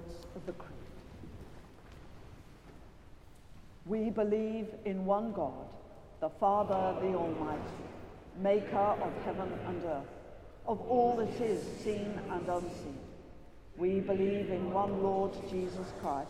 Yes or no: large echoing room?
yes